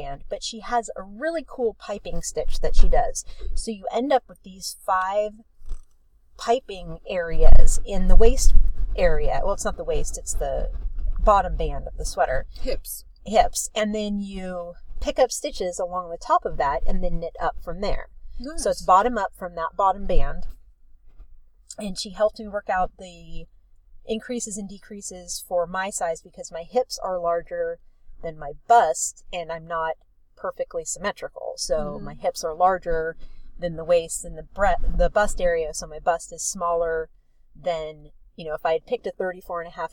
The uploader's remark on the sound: On location recording from the beach in Santa Cruz!